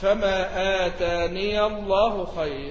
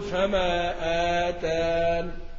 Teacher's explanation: فما أتاني في النمل بحذف الياء في الوقف، بمعنى أنه في الوصل يقول ها كحفص، يعني يقرأ فما آتاني الله خير، لكن في حال الوقف يحذف الياء · Shown in: second take · يقول فما آتان.